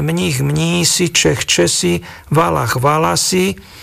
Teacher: striedanie spoluhlások ch na s